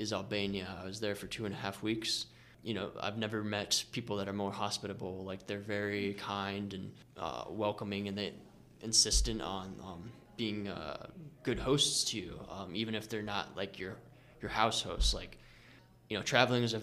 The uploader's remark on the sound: During Orrville Public Library's second annual Local Author Festival we sat down with the authors to chat about their books.